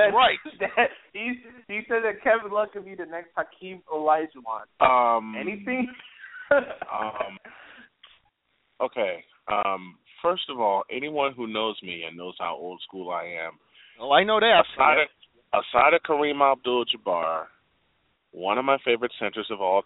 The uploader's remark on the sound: We'll also take your phone calls!